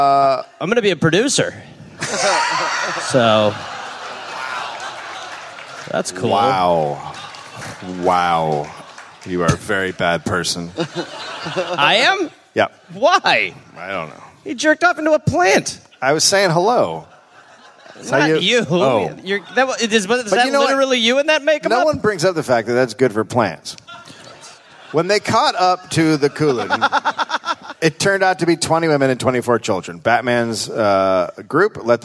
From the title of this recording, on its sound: Live in Melbourne